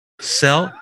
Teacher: You put a glottal stop at the end of it.